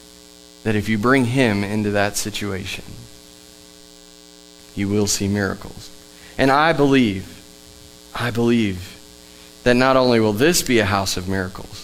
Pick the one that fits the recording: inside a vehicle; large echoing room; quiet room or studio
large echoing room